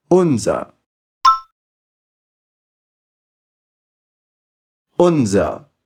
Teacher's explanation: Esse R no final, na verdade, ele vai ter um som de A, mas não é muito forte, sabe? A gente coloca mais a entonação no un.